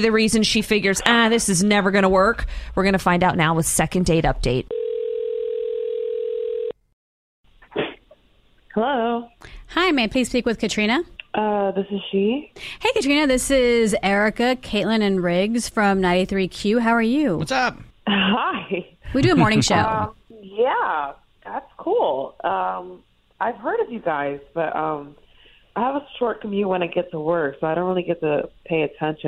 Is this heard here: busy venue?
no